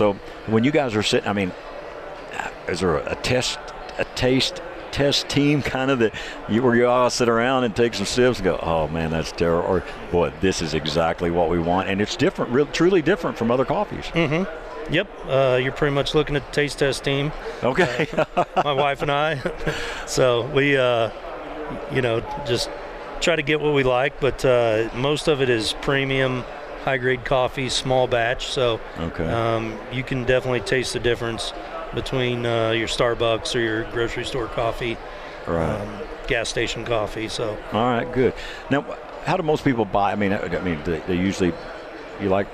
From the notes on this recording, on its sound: International Sportsmen’s Expo 2024 Broadcast at The Colorado Convention Center. We are at the 2024 International Sportsmen’s Expo at the Colorado Convention Center.